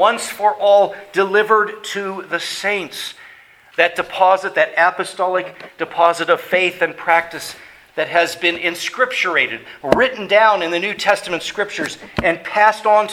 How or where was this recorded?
large echoing room